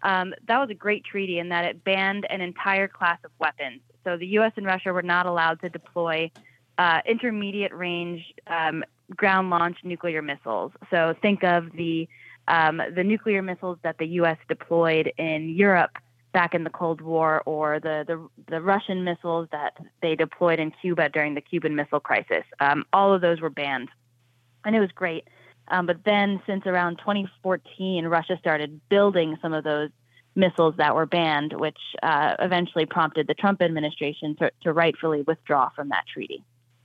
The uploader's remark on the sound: your phone calls in open phones across America